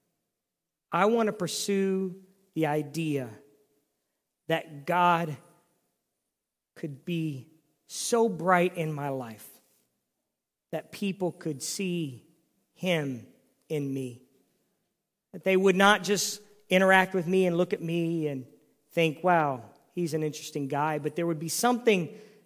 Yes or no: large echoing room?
yes